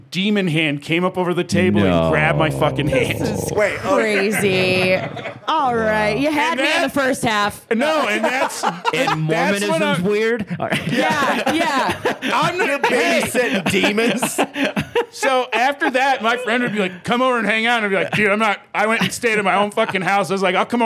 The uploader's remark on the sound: live from the Vail Comedy Festival